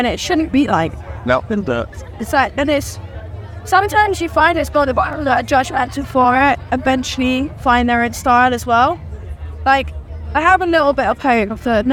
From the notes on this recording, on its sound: From our 'Live from 2000 Trees 2023' series.